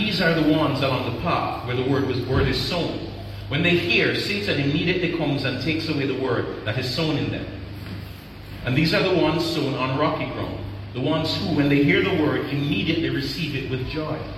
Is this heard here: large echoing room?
yes